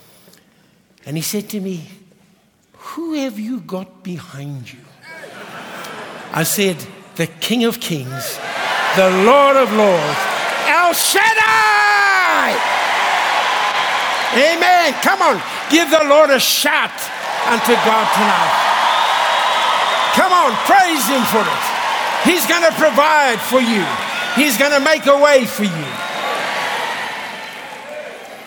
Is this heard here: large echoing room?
yes